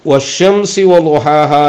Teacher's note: വേർതിരിച്ചിട്ടുണ്ട് അറബി അക്ഷരങ്ങളിൽ വഷംസി വൊഹാഹ എന്നിടത്ത് വഷംസ് എന്ന് പറയുന്നിടത്ത് എന്താണ് പ്രത്യേകത അലിഫ്ലാമിന്റെ ഉച്ചാരണം ഇല്ലാതെ ഷീൻ ഷദ്ദുള്ള ഷീനായി മാറിയിരിക്കുകയാണ്